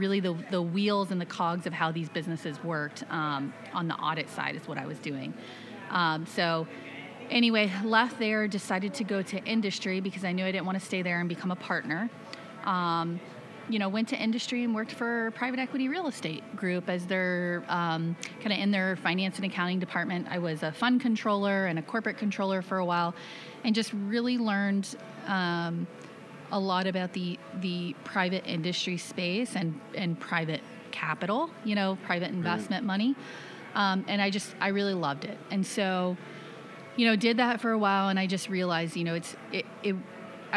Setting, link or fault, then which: setting, busy venue